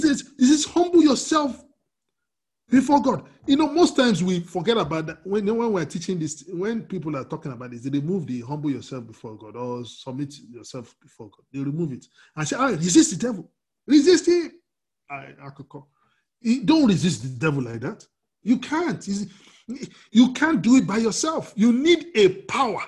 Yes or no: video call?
yes